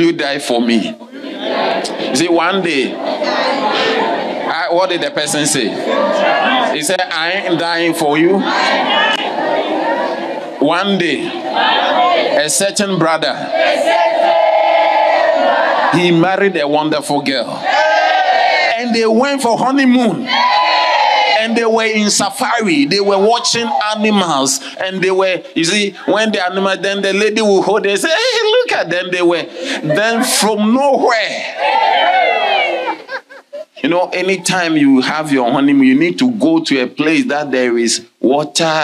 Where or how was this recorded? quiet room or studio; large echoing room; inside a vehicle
large echoing room